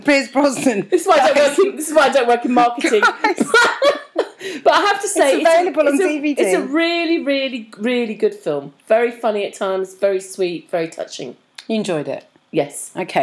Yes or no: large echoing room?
no